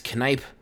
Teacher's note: with a long I. Emphasis on the second syllable rhymes with can pipe.